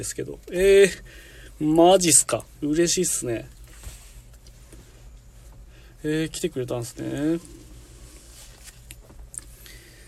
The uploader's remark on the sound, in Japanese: LIVE〜軽トラの中から10分だけ〜